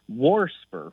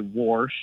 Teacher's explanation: warsper with an extra R thrown in there · Term: R insertion